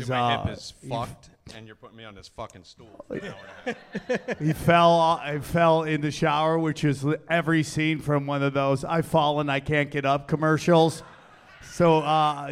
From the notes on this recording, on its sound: Recorded Live at the Dojo of Comedy in Morris Plains NJ.